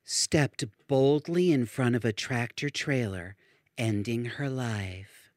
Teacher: And yes, I am making fun of her breathy voice. Yes, she is affecting a breathy, almost sexy and sultry voice